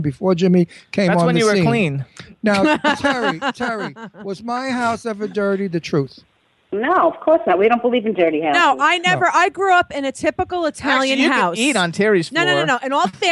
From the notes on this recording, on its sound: Have fun with call in guests. Broadcast live from the W4CY studios.